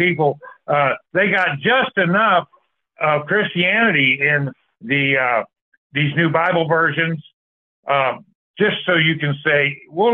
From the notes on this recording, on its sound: Call In Bible Study